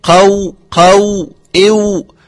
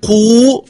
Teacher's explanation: فهي تخرج من الشفتين بخلاف قو فهي تخرج من الجوف · Term: الواو